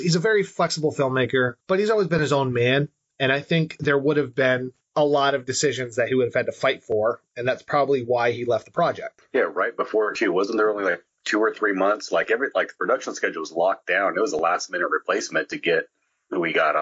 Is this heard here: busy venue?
no